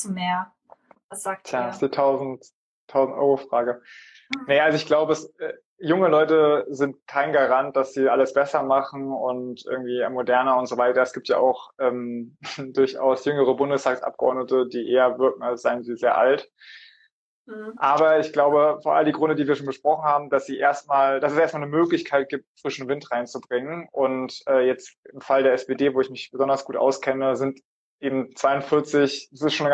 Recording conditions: video call